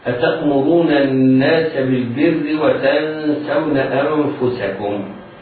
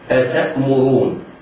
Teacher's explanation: همزة الاستفهام مفتوحة مرققة، والتاء مفتوحة مرققة، والهمزة التي بعدها همزة ساكنة